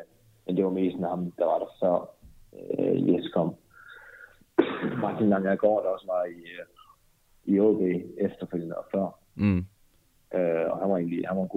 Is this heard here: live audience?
no